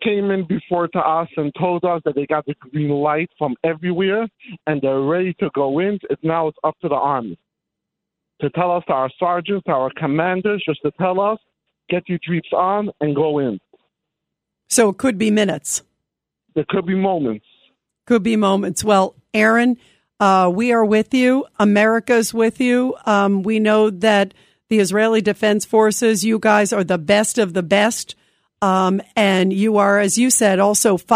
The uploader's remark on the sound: calls in live from the border of Israel and Gaza